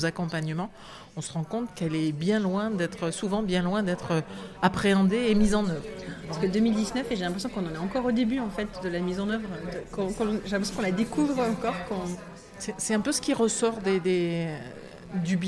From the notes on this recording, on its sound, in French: Enregistrer en public. Dans un lieu insolite et charmant : l’anti-café à Bordeaux.